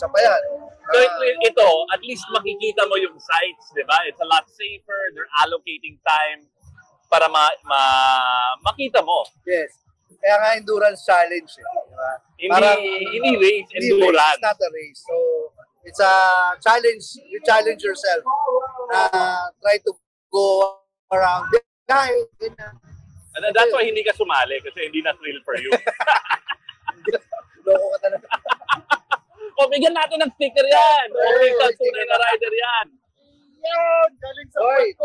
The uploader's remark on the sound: Tunay na Rider records live from the Boss Ironman Motorcycle Challenge 2023 at the New Clark City in Tarlac! Some 1,800 riders tackle a 1,200-kilometer route for 24 hours up North.